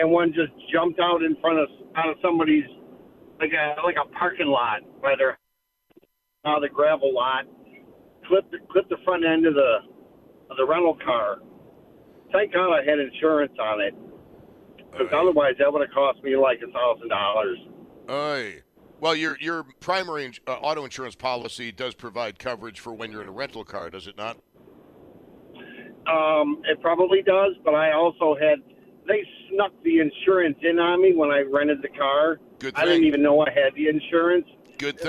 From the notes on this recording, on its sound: takes your calls